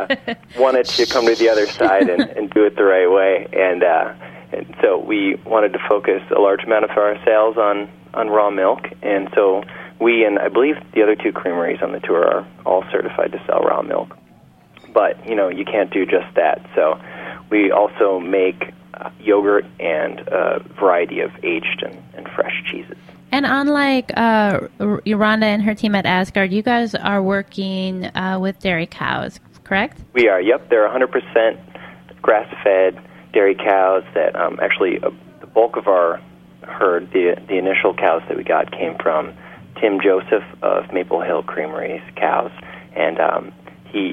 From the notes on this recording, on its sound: joins the show via phone